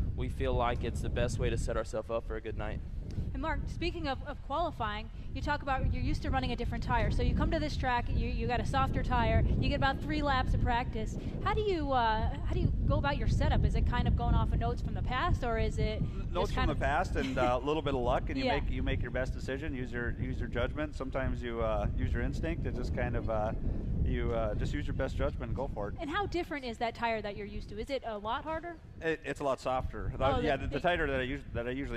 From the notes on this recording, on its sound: LIVE at the AGCO Jackson Nationals on Thursday Night, June 27, 2019